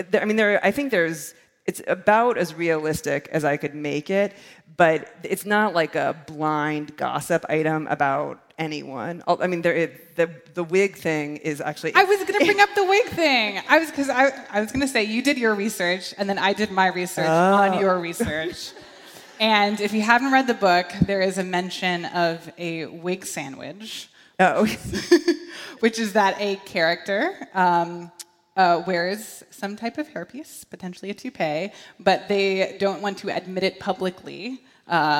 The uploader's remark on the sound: In front of a live audience at D.C.’s Sixth & I synagogue, in partnership with Politics & Prose.